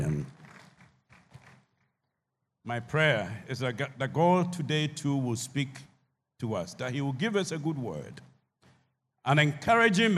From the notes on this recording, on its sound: Sermon preached at CBC Shiashie Campus.